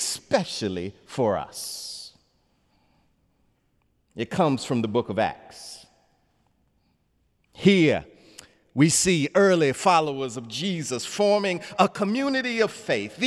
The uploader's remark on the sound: In the Memorial Church.